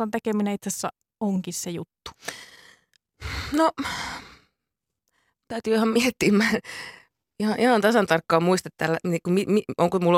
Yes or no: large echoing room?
no